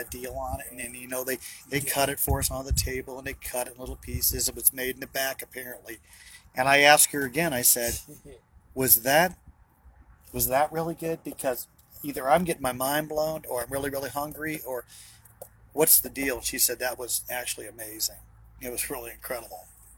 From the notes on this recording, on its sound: BROWN BAG IN THE VAN!